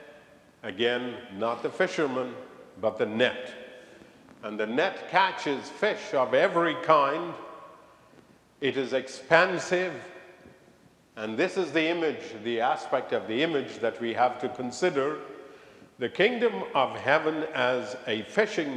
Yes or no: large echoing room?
yes